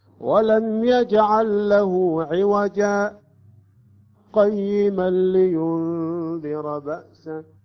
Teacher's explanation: في حالة الوصل قرأت عوجا، التنوين هنا يسقط · Term: السكت